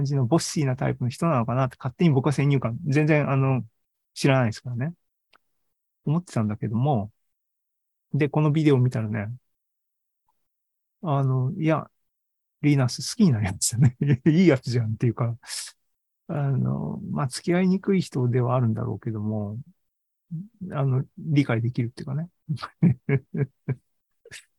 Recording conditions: video call